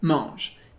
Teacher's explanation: A gente escreve o ENT, mas a gente não pronuncia o NT, por isso fica mange.